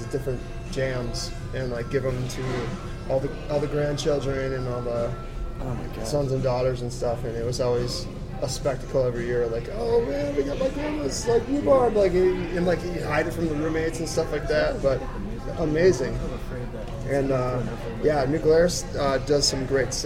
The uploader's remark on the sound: on location at The District, a Denver bar that slings bad ass brew and makes some killer food